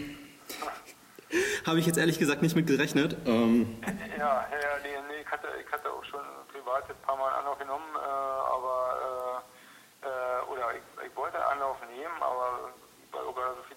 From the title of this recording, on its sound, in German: erstes Kaltakquise-Telefonat